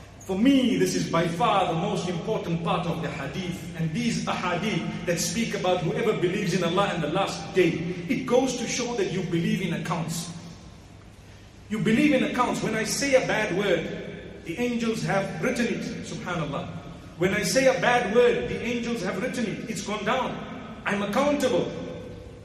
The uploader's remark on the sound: Jumuah Lecture 1 Nov 2019 Masjid Al Falaah Harare, Zimbabwe